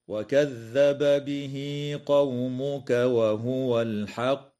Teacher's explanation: يجب إظهار الباء عند الباء في قوله تعالى وكذب به من قبيل المتماثلين الكبير في رواية حفص ومن وافقه، وتوصل الهاء في قوله تعالى به قومك بياء لفظية تمد بمقدار حركتين حال الوصل، ويسمى هذا المد بمد الصلة الصغرى.